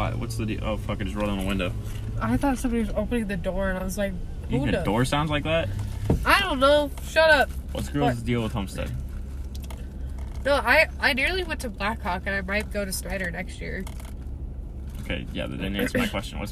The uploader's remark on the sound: This is a podcast where I hang out with friends in my car before school starts.